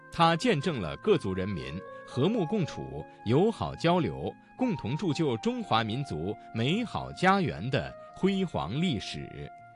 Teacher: 声母是翘舌音的字有见证的证、和睦共处的处、共同铸就的铸、中华民族的中、辉煌历史的史